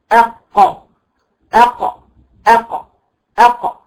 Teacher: القاف من الحروف التي إن سكنت لا تكتمل إلا بالقلقلة والقلقلة صفة لازمة لحرف القاف وبعدين بقى طب أنا لو أنا · انحبس الصوت والنفس وينفرج وينفتح المخرج بانفتاحة قوية جدا ويخرج صوت القلقلة